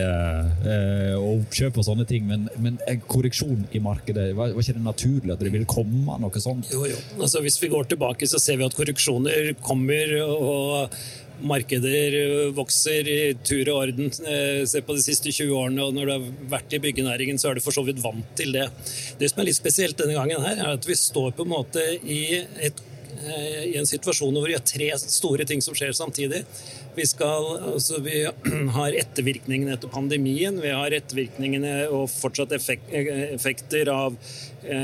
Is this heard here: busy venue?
yes